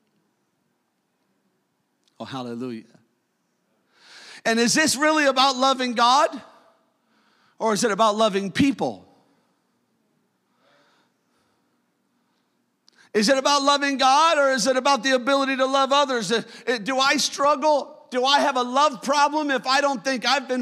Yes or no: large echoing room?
yes